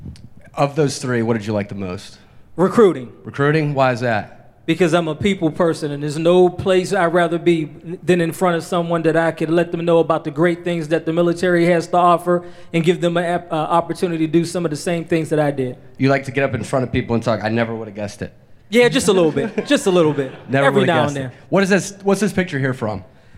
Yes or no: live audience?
yes